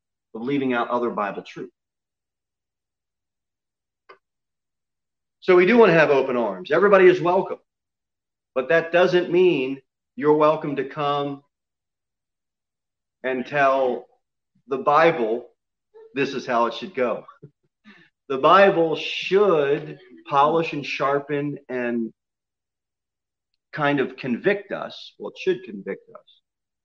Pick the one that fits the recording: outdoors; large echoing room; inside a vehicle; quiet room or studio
large echoing room